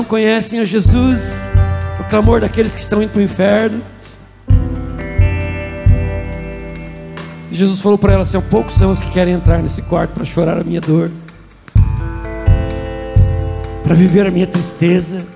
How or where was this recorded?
large echoing room